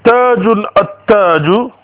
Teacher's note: So in the first example below, tajun, which means a crown, becomes at-taju, the crown. Notice the strong sound of the ta, and note how you cannot hear the lam at all.